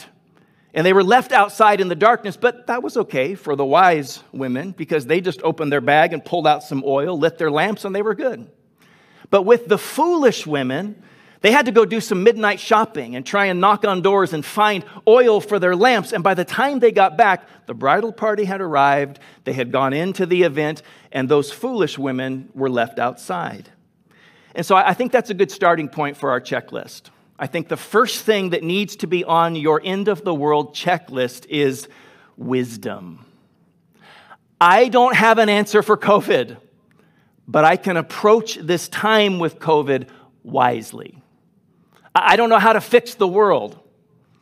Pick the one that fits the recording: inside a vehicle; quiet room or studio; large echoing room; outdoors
large echoing room